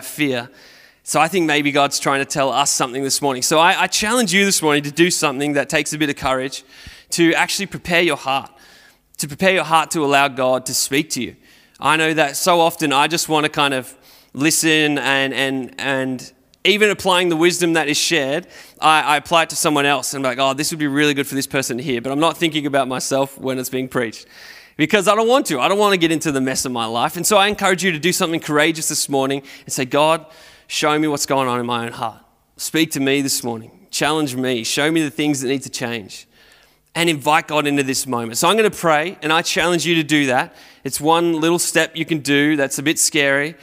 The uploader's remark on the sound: Recorded at Restore Church on September 12th, 2021